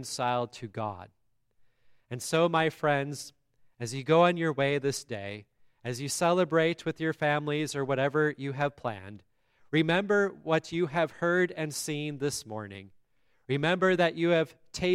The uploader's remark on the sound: the Christmas Day service at Grace Lutheran Church, Lexington, MO